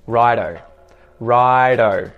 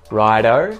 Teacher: This is short for all right, and we've just taken right and we put an O on the end and we pronounce it like ride-o, so it's a D sound